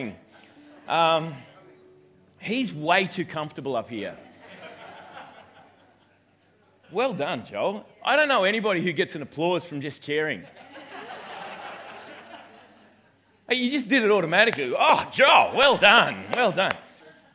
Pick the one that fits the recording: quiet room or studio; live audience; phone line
live audience